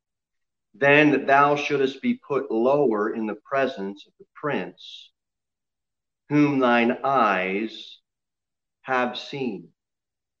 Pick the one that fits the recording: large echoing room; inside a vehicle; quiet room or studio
large echoing room